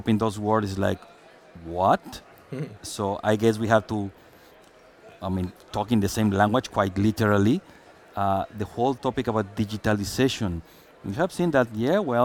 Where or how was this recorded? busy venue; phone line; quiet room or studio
busy venue